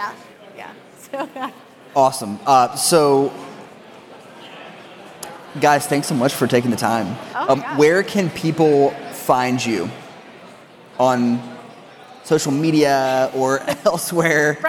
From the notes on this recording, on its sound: A two day exclusive event consisting of in-depth workshops, and incredible presentations given by a diverse line-up of expert speakers + thought leaders in Data. Live during the conference to get the exclusive insight on rvatech/Summit 2020.